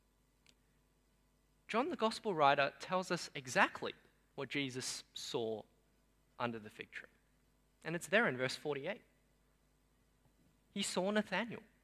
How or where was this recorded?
large echoing room